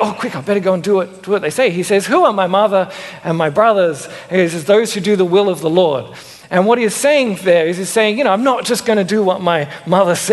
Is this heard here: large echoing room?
yes